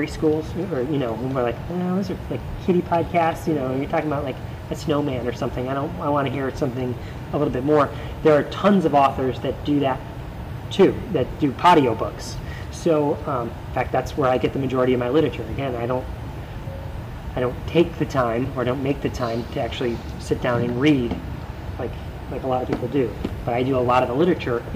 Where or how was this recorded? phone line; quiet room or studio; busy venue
busy venue